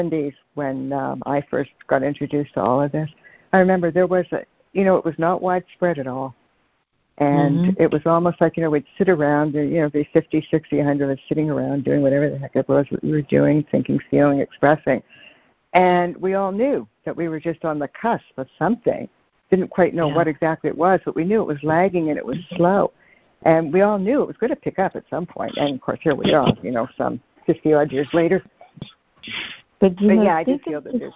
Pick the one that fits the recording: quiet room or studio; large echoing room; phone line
phone line